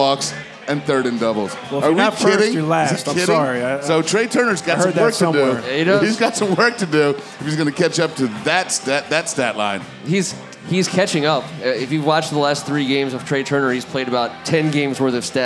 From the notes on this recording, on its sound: record The Audible live at Caddies on Cordell on the night of the NFL Draft.